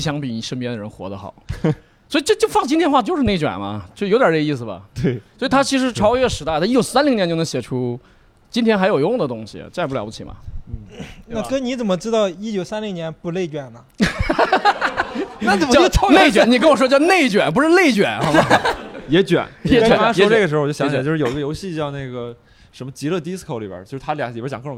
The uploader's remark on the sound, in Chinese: 本期一言不合首次尝试线下录制，三位主播和现场四十位观众一起。感谢果麦文化2040书店为本期节目提供的场地支持。